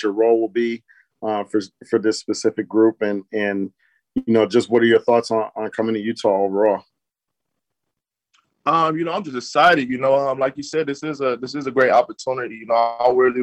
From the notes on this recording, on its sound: Introductory press conference. Spoke with Utah media for the first time as a Jazz player on Monday afternoon, via ZOOM.